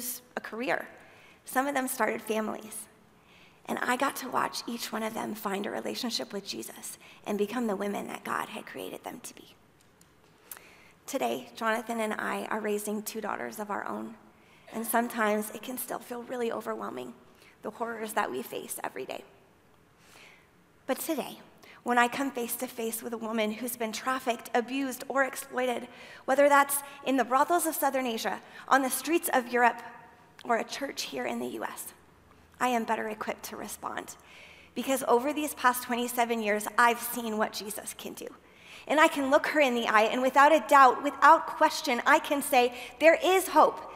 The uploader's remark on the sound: at Timberline Church